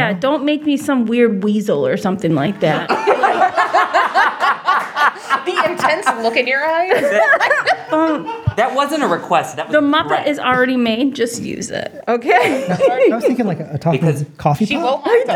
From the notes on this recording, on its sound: LIVE FROM IRONDEQUOIT PUBLIC LIBRARY! For the first time ever, we recorded in front of a live audience!